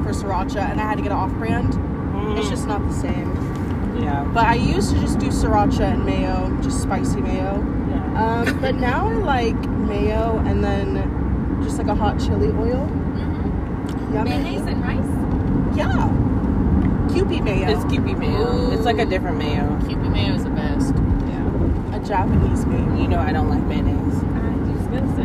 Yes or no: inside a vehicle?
yes